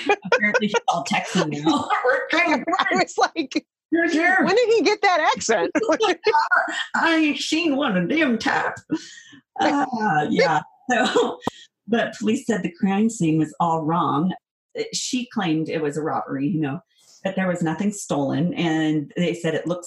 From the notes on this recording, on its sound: This was our very first recording, so it's rough, but bear with us.